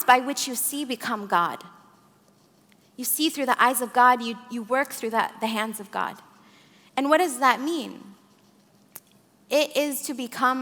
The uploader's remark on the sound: In this live SAND Conference talk. She leads the live audience in some breathwork, chanting, and singing.